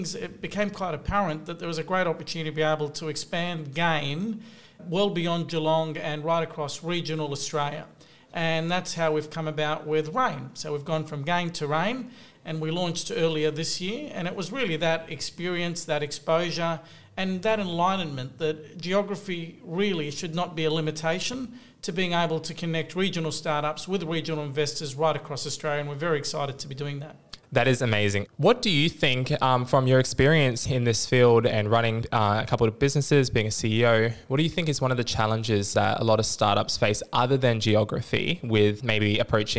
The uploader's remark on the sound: This episode was recorded in June 2023 at the Tropical Innovation Festival in Cairns QLD